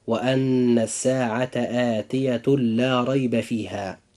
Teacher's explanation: إدغام بغير غنة، حيث يأتي تنوين بعده حرف اللام